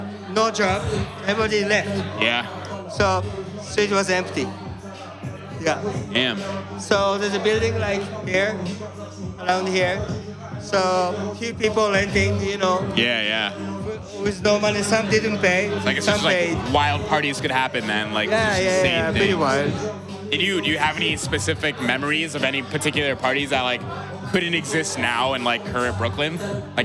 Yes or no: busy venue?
yes